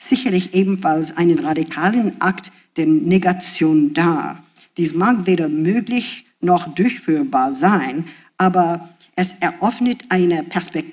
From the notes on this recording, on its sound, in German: Einen Vortrag im Audimax der Wiener Universität. Zu hören ist ein Mitschnitt der Veranstaltung in deutscher Sprache.